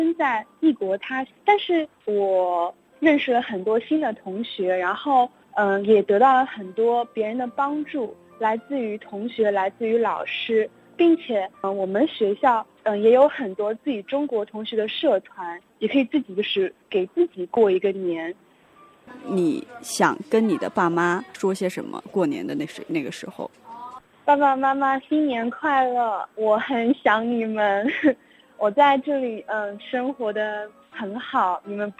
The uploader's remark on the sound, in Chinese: 电话采访了两位第一次在异国他乡过年的留学生。